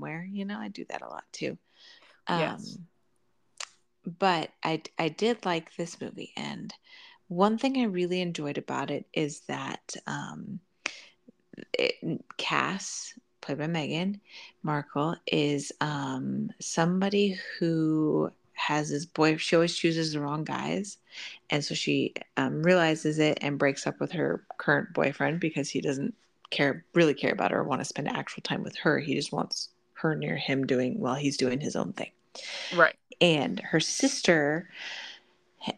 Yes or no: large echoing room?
no